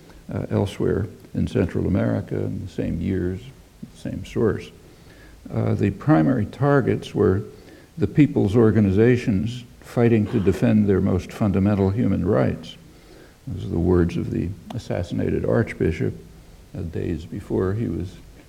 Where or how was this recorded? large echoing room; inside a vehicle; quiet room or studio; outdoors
large echoing room